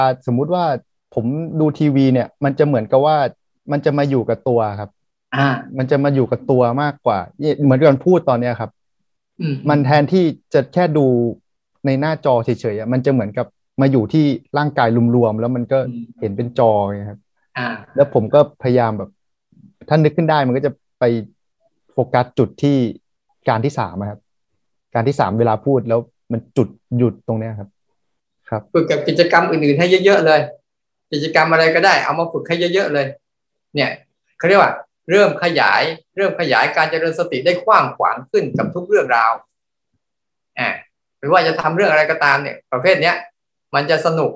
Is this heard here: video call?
yes